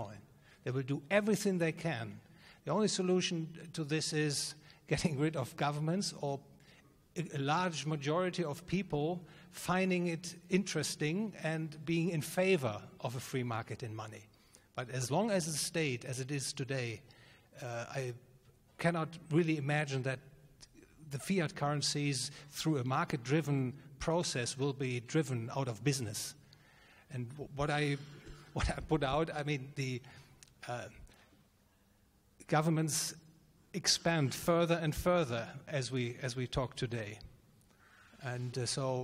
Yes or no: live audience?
yes